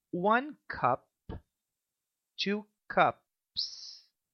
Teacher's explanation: Veja a palavra cup, xícara, que termina com um P, uma letra P unvoiced. Ao acrescentar o S para fazer o plural, o S permanece unvoiced, sem a vibração das cordas vocais, pois o P também é unvoiced.